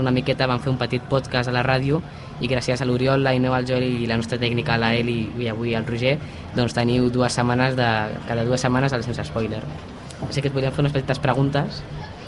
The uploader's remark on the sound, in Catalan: EN DIRECTE desde la Fira de la Candelera